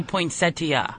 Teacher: She's saying the pronunciation rule for the suffix IA is that it's pronounced pretty much like EA. The I has the long E sound and the A has the schwa.